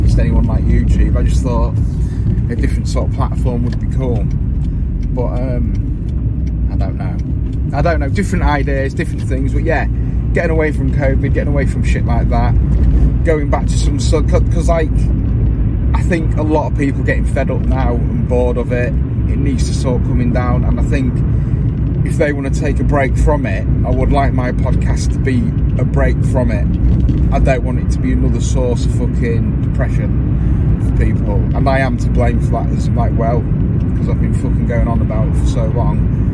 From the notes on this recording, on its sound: CarCast